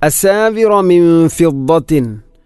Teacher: വഹുല്ലു അസാവിറ, ഇവിടെ മദ് മുൻഫസിലാണ്, മദ്ദക്ഷരമായ വാവിന് ശേഷം ഹംസ അടുത്ത പദത്തിൽ വന്നാൽ മദ് മുൻഫസിൽ, നാലോ അഞ്ചോ ഹർക്കത്തിന് തുല്യമായിട്ടാണ് അതിനെ നീട്ടേണ്ടത്